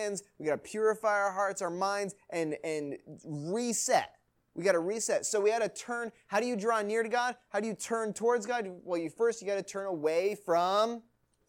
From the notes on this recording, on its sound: Recording of Youth Message on 1-9-19 at Third Baptist Church, Marion, IL.